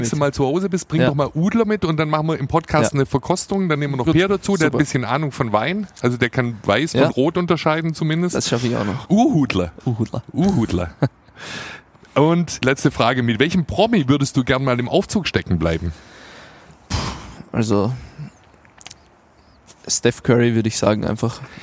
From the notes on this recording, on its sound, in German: Talk auf dem Conference Deck Im Orange Campus